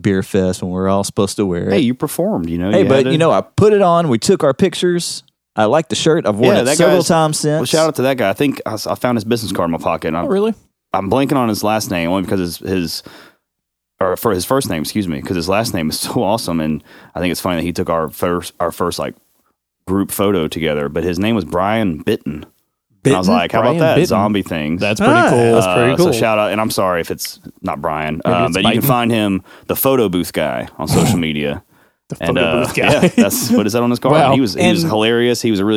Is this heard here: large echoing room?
no